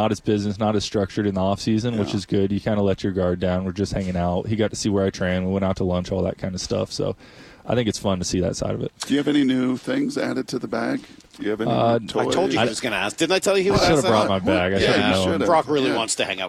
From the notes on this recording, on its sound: We're live from spring training!